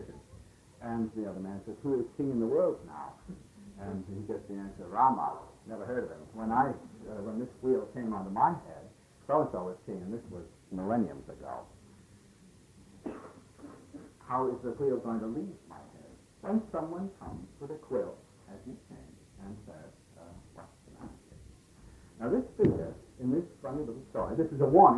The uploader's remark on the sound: It was recorded in 1967 at the Esalen Institute in Big Sur, California